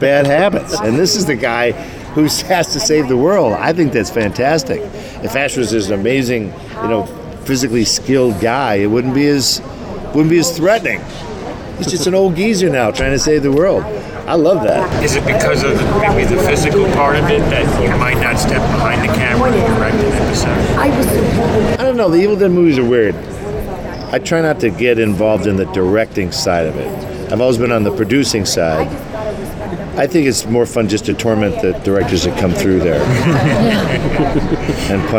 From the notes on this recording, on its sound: Taped before the start of season three of Ash Vs The Evil Dead. Sat down at New York Comic Con.